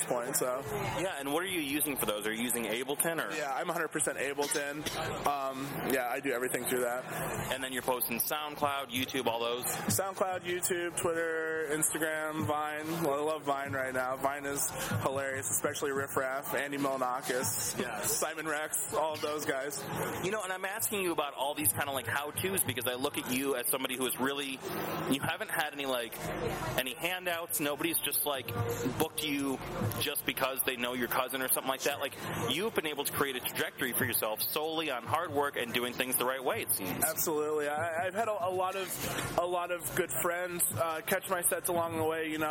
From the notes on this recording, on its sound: In an interview on the Spring Awakening Music Festival grounds. Recorded at the same three day fest.